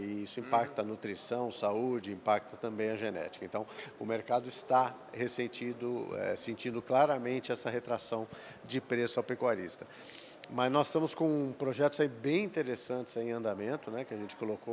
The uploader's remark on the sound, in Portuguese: Prosa gravada durante o Meeting Adir em Ribeirão Preto.